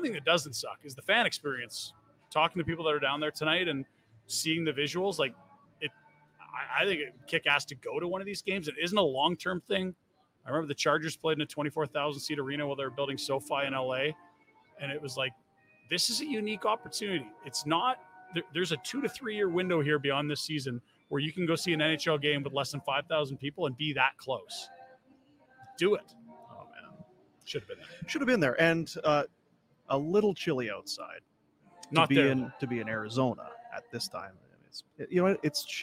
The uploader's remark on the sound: Post Game Show. Live from the Grey Eagle Resort and Casino!